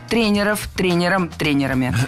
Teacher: Тренеров – это неверно. Слово «тренер» имеет неподвижное ударение на основе, поэтому сохраняем это ударение на первом слоге во всех формах.